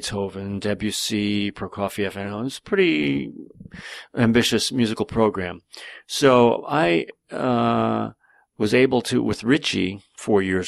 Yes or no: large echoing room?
no